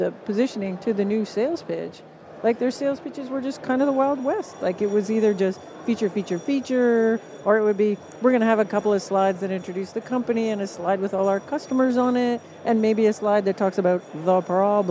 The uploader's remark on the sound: live from the #SaaStock2023 Podcast Stage